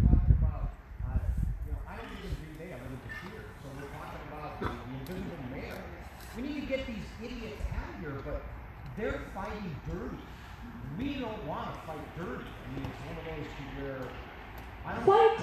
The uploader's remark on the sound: We were live at the town hall in de pere Wisconsin and this is what we heard.